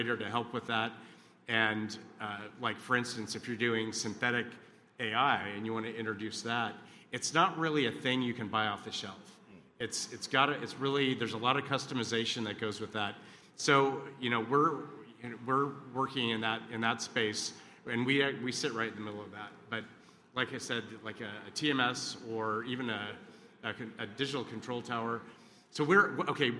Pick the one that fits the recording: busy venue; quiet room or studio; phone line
busy venue